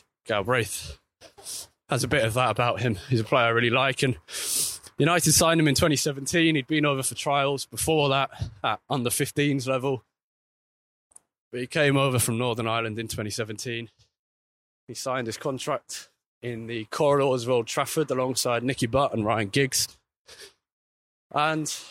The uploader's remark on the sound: walking to Old Trafford along the Bridgewater Canal